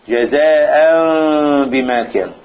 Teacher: أقلبت النون أو التنوين ميم ولكن إذا قلب ميم فمعه إخفاء · Term: الإقلاب